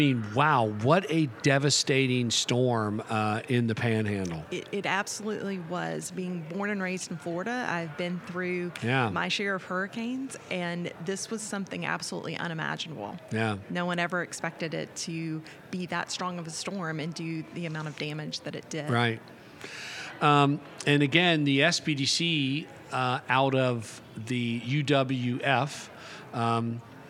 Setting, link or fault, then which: setting, busy venue